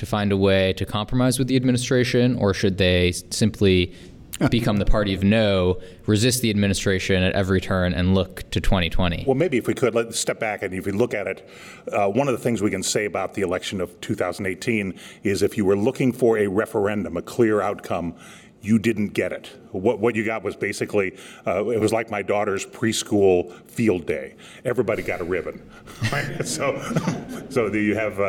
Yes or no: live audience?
yes